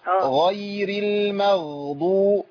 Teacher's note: لازم يمشي فيها الصوت لانها ساكنه وفيها رخاوه